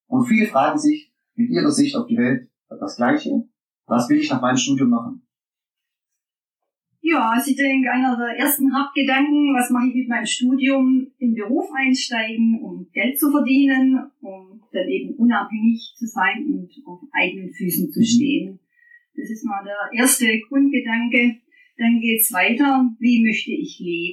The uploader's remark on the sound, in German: Achtung schlechter Ton - da ich die Folge nicht nochmal aufnehmen kann.